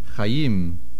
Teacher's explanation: the main accent is on the last syllable · Term: Milra